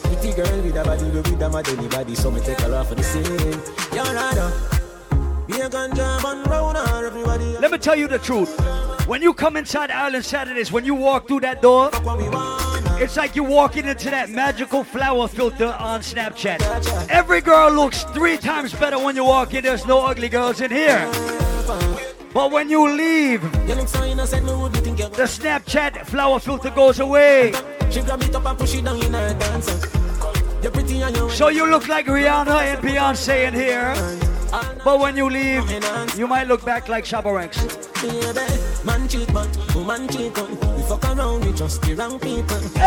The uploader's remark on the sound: LIVE AT ISLAND SATURDAYS ON AUGUST 19TH